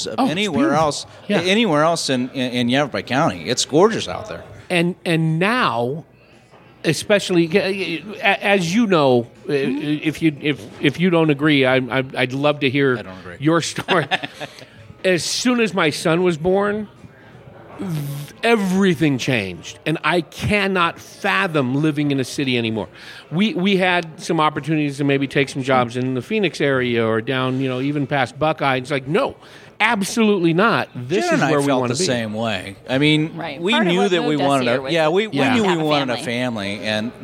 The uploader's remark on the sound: Recorded at The Back Alley Wine Bar on…behind Prescott’s Whiskey Row. Recorded at The Back Alley Wine Bar on…behind Prescott’s Whiskey Row.